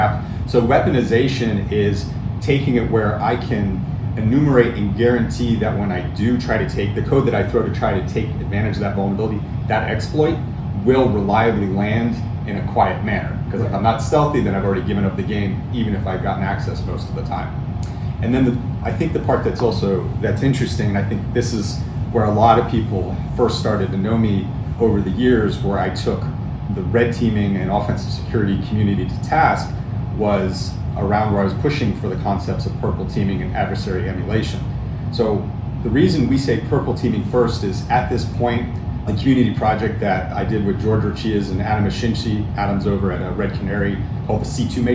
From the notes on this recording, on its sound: at RSA Conference